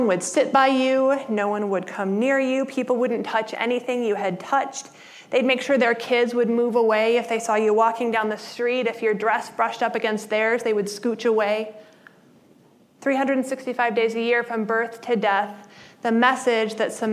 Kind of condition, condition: setting, large echoing room